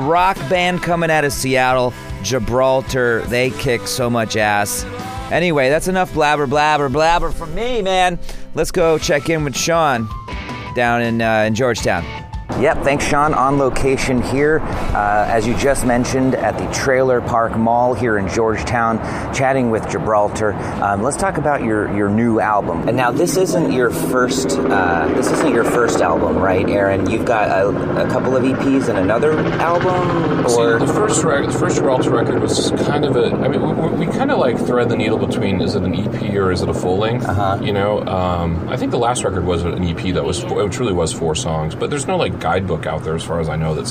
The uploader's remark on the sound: at the Georgetown Trailer Park Mall